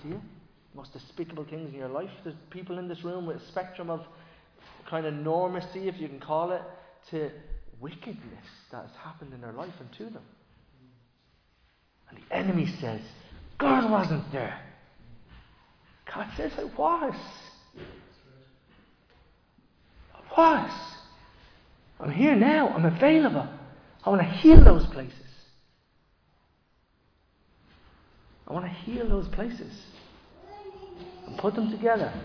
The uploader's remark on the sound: Recorded live in Liberty Church on 27 August 2023.